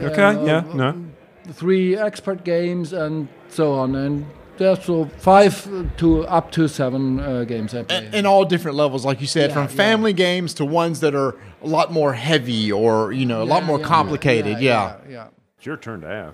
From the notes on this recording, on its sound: Gen Con Live!